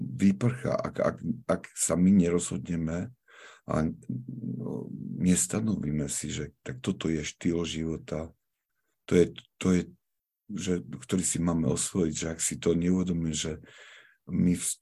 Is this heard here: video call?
yes